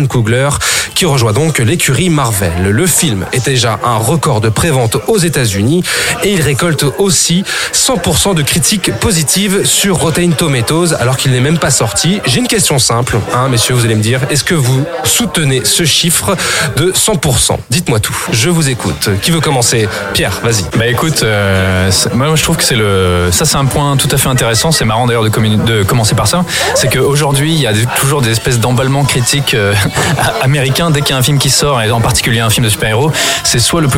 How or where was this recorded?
busy venue